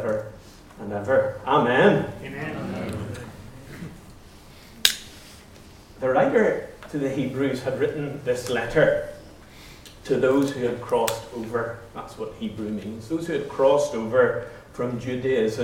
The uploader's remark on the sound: Recordings of talks and interviews from the Convention 'My Peace' Project 242 event